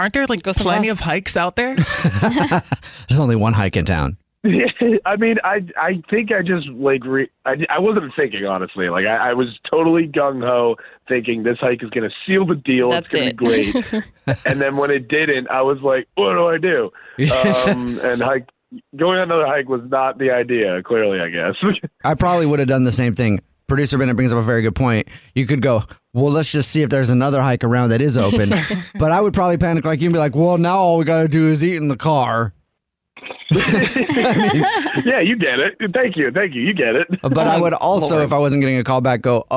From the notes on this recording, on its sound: We get that other person on the phone